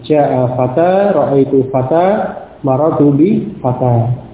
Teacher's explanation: kalau dibaca dengan waqaf, maka tanwinnya tadi dihilangkan, kemudian dibaca waqaf pada alifnya.